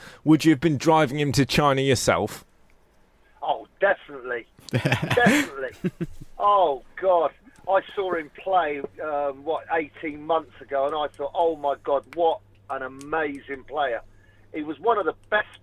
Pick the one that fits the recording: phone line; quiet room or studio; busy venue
phone line